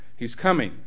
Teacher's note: the low pitch indicates I do know the answer